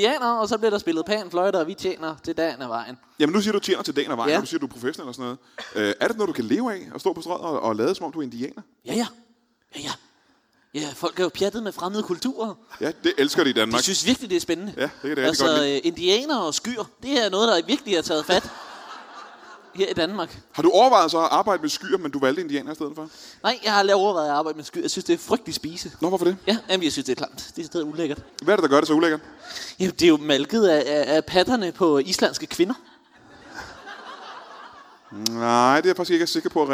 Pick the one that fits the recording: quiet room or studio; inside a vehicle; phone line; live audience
live audience